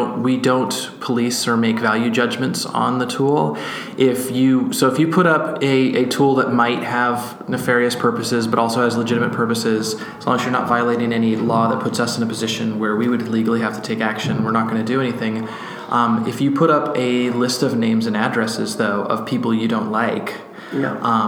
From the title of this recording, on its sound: at AlterConf in Dublin